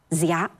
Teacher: 它不仅是韵母跟今天不一样，连声母也不一样了。它的声母不是西，而是 z。